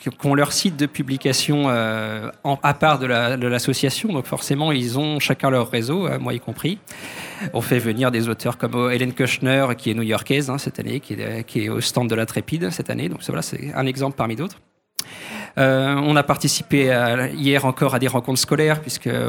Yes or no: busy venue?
yes